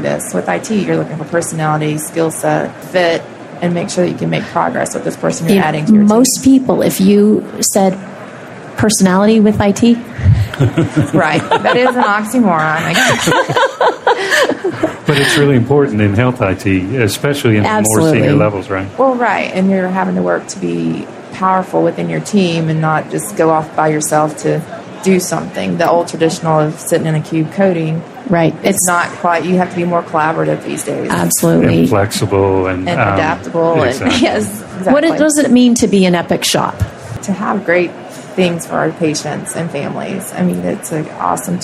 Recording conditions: busy venue